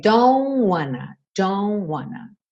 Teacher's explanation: o don't, o T não soa nada. É don't wanna.